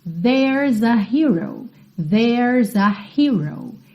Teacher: Tenho uma consoante seguida de vogal, eu já junto os dois ali para que a minha frase fique mais fluida